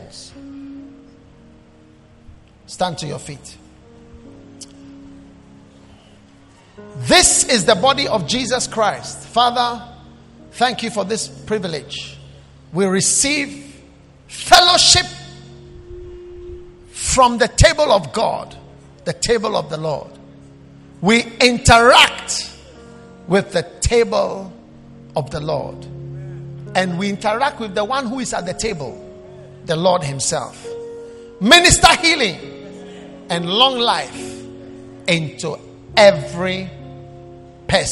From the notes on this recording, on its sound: Preached at the Prophetic Encounter Service.